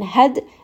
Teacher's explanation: dal is going to have qalqala. It's going to have a little bit of that bounce. It is part of qutb jad.